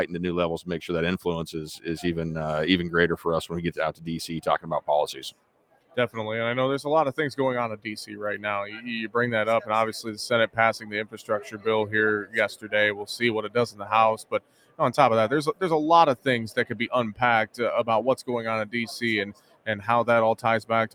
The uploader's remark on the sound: reports live from the Cattle Industry Convention in Nashville